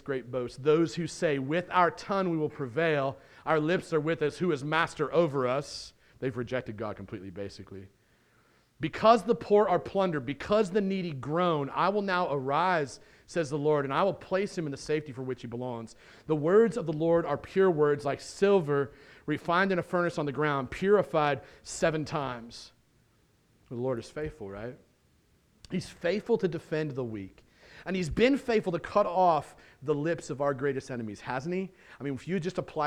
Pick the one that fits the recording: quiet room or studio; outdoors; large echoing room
large echoing room